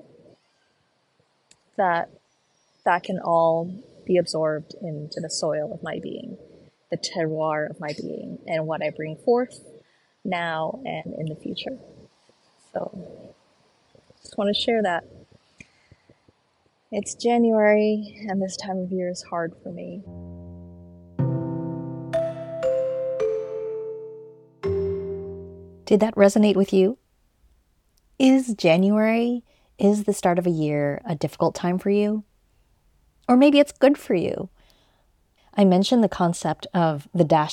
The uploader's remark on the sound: Postcard from Portugal. As I walk and talk from the streets of Lisbon.